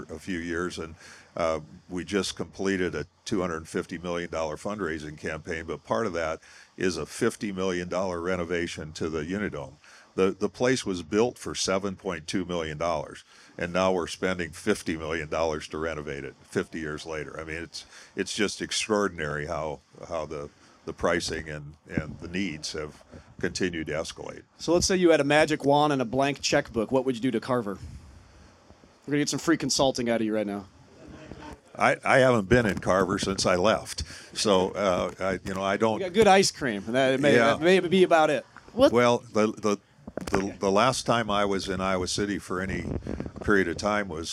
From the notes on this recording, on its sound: LIVE from Iowa Athletic Club. For a live podcast recording.